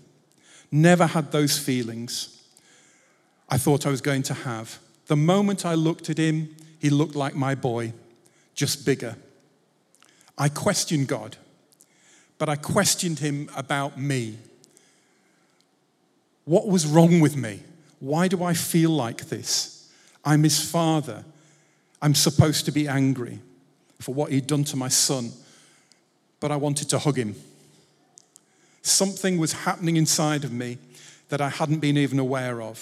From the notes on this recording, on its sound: Recorded Live at Life Church Lancashire.